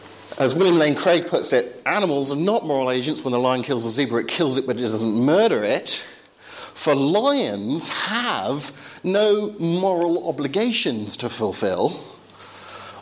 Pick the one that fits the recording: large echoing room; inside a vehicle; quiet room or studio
large echoing room